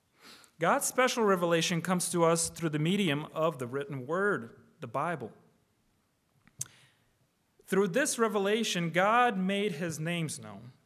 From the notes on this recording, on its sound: Preached on August 13, 2023 (Evening) at Trinity Presbyterian Church ( Evangel Presbytery ) in Spartanburg, SC. Preached on August 13, 2023 (Evening) at Trinity Presbyterian Church ( Evangel Presbytery ) in Spartanburg, SC.